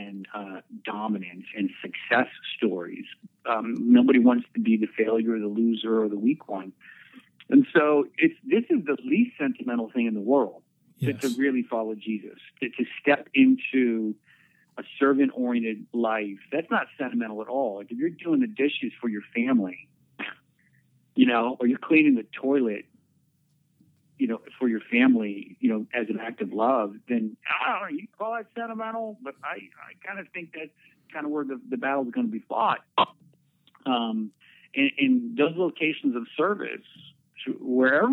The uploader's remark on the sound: Out of respect I kept our time on the phone to an hour.